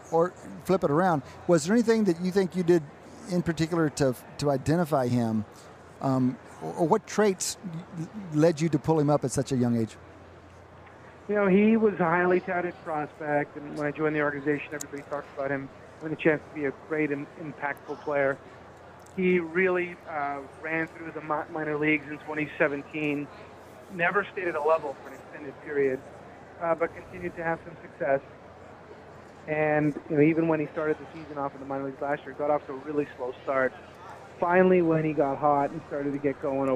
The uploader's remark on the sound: Live from Radio Row at Super Bowl LIII on Wharton Moneyball.